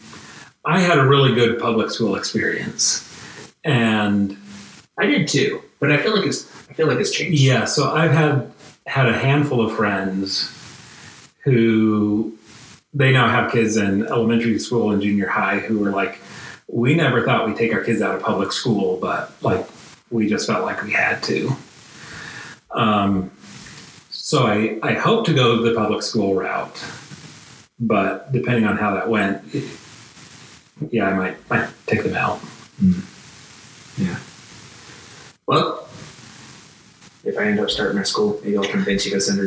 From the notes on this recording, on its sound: This episode was recorded without the microphones on, by accident Still a great conversation, though the sound quality suffers slightly.